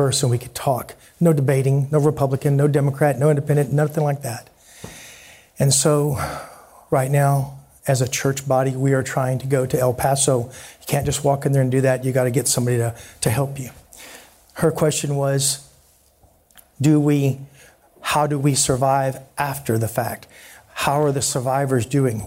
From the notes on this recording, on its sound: a live town hall discussion